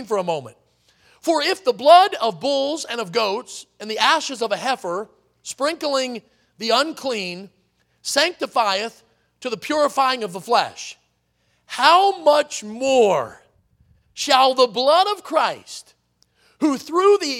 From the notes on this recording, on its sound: in the Sunday Evening Service on December 3, 2023, at Victory Baptist Church in Boonsboro, Maryland